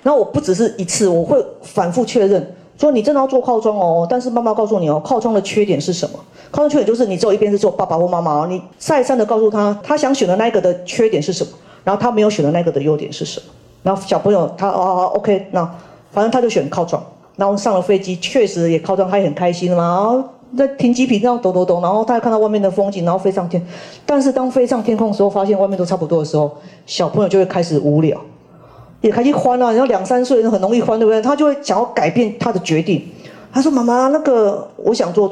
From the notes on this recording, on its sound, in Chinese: 人文讀書會現場錄音。